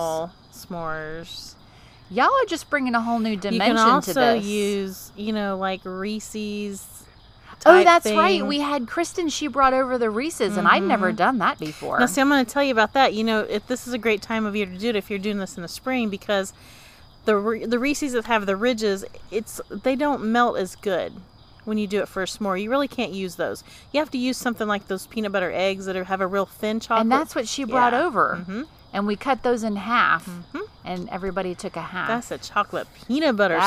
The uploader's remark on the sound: The Roadschool Moms crew pulls up a chair by the crackling campfire. The replay is a live recording by the Roadschool Moms team from the back porch and behind the wheel. Broadcasts from central Florida.